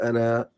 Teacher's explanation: لو وقفت عليه يبقى تنطق الحرف زي مثال كلمة أنا او في حاله الوصل ما بتنطقش الالف في حاله الوقفه تقول انا تنطق الالف